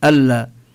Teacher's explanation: حينما نقول أشهد أن لا إله إلا الله، هنا لا نلفظ النون، نشدد اللام ألا، هذا لا يكون معه غنة، لأن النون نون حرف الغنة ملازمة له إذا لفظنا النون. · Term: الإدغام بلا غنة